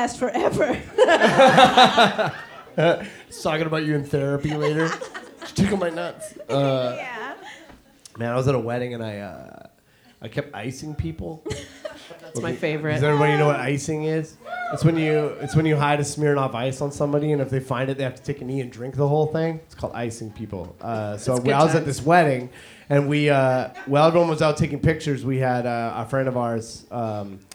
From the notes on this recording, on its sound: OUR FIRST LIVE SHOW! Live at The Mint in Victoria BC.